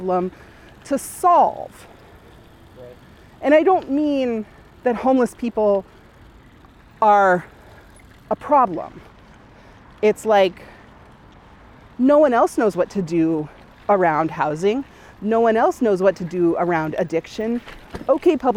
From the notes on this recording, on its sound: A special episode of the Wedge LIVE podcast recorded on bikes in Northeast Minneapolis